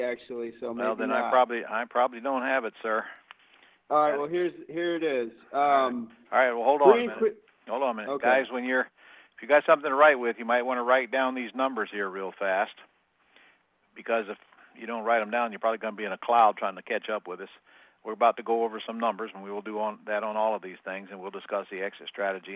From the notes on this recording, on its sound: Q&A Call